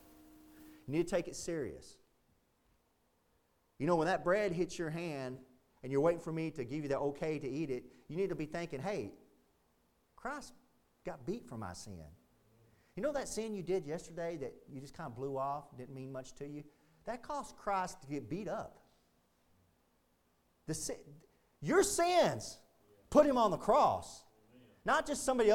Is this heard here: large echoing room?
yes